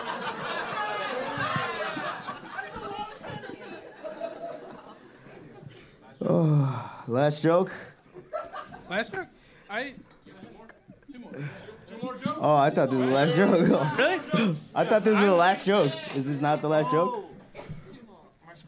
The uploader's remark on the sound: ROAST BATTLE CHICAGO. Live Roast Battle Show. At the Lincoln Lodge Theater in Chicago.